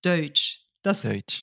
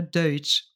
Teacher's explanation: der Diphthong oi, der ist im Französischen oder beginnt im Französischen bei einem Ö-Laut. · Term: typischer französischer Akzent